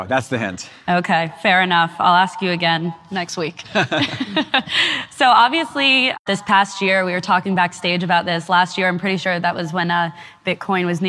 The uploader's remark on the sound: We’re playing a recording of our discussion live on stage. At TechCrunch Disrupt.